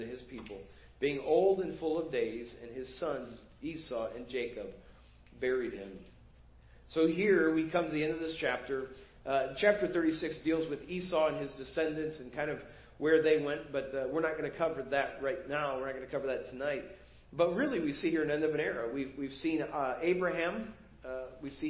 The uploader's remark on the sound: Preached at First Baptist Church of Hazel Park